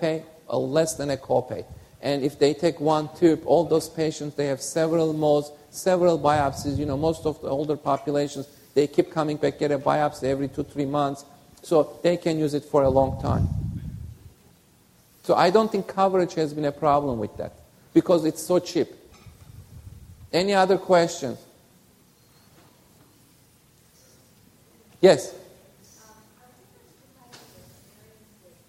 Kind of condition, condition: setting, live audience